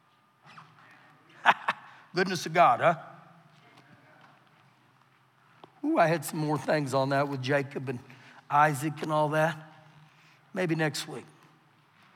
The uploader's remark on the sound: Recorded live during our Wednesday night service